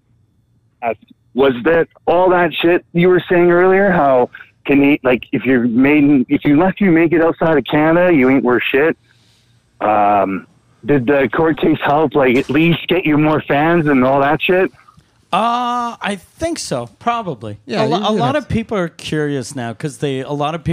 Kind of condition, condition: link, phone line